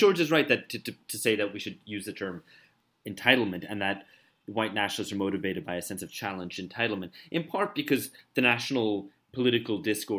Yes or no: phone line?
no